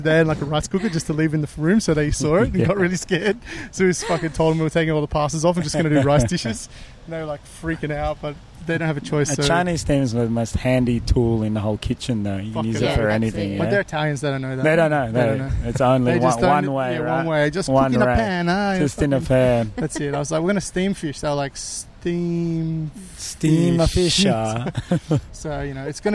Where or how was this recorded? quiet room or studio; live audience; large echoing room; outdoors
outdoors